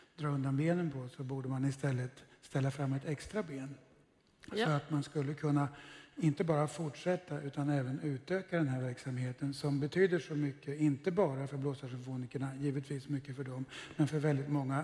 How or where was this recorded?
live audience